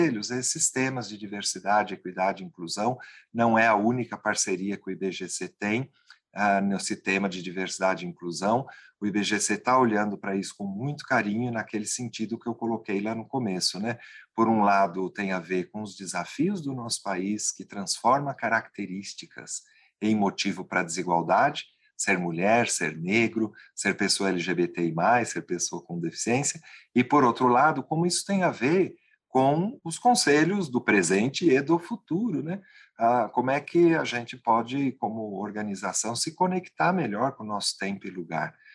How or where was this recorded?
video call